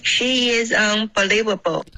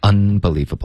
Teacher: 用了一个后鼻音，应该是顶舌尖的 · Shown in: second take